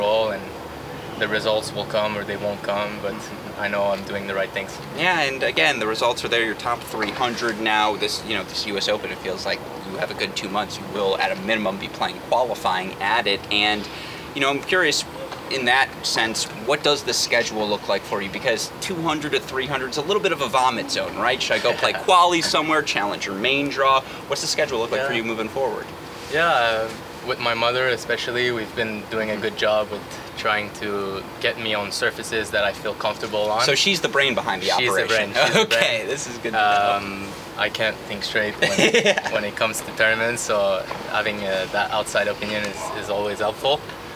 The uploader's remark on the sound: live from the Cranbrook Tennis Classic